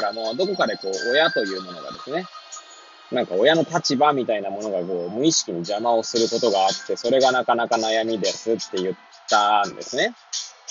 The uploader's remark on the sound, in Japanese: Airpods を付けた状態で、車中で収録しており、雑音などが入る可能性があり、ご容赦ください。